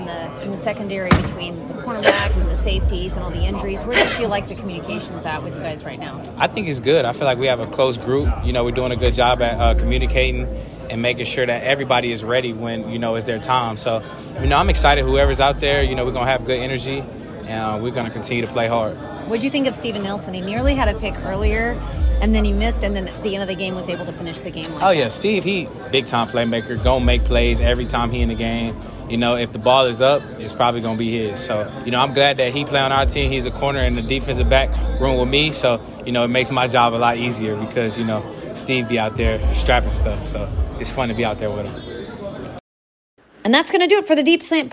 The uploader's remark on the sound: In the locker room following the Houston Texans' Week 6 win against the New Orleans Saints.